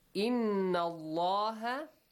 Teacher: So, Inna Allah, Inna Nun Mushaddad. Allah has a heavy sound, the letter Lam, because there is a fatha before.